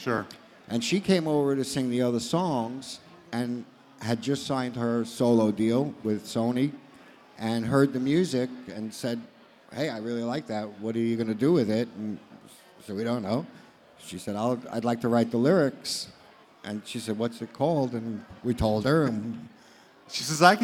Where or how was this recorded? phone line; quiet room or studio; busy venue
busy venue